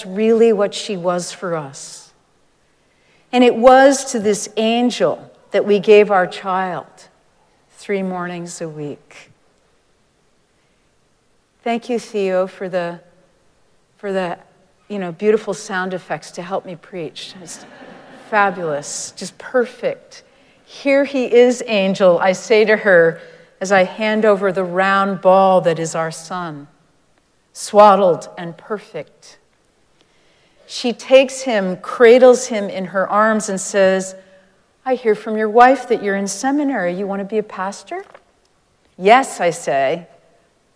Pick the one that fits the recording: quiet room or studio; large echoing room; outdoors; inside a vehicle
large echoing room